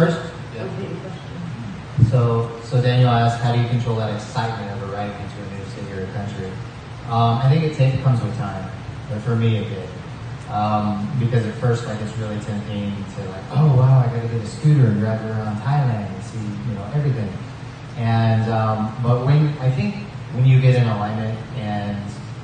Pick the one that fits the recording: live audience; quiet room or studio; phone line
live audience